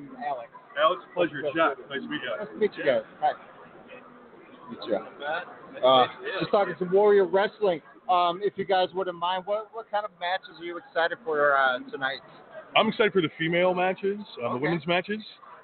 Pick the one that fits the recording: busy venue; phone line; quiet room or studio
busy venue